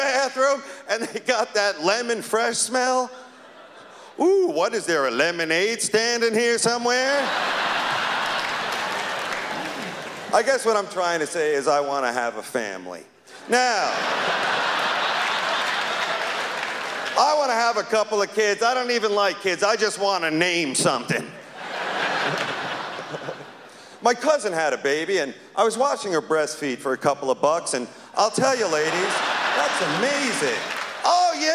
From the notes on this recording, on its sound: performed at the 1999 Just for Laughs Festival in Montreal